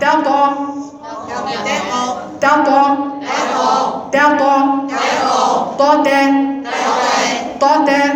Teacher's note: اللسان في الطاء ورا وقدامه التاء